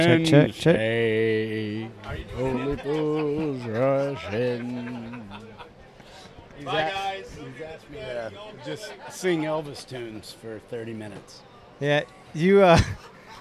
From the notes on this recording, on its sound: We caught up at the Sing Out Loud Festival in St.